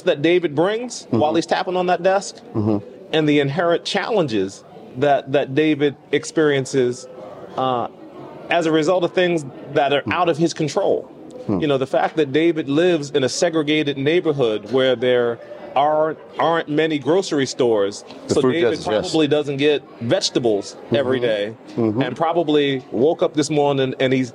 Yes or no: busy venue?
yes